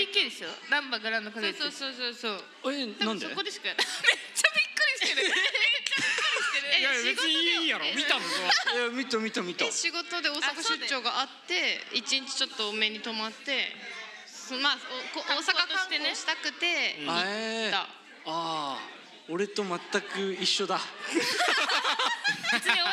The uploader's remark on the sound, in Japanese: 先日開催されました与太話2.0主催のオフ会and公開収録イベント「寄り合い2.0」にて行われた2本の公開収録から、まずは前半！フロアーでは若干音が聞き取りづらかったとご意見いただいておりましたが、こっちは大丈夫です！